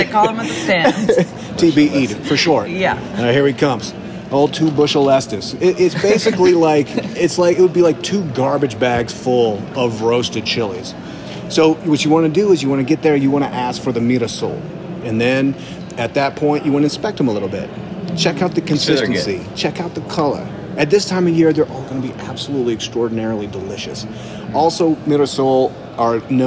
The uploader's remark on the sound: Live From Podcast Movement 2023 in Denver. Coming to you live from the Podcast Movement Conference.